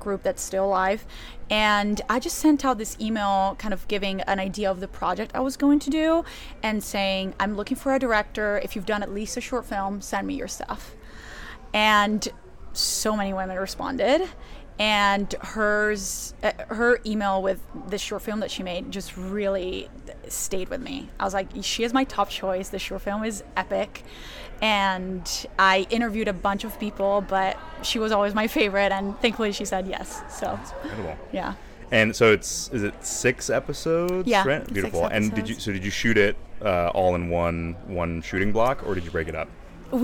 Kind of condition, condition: setting, busy venue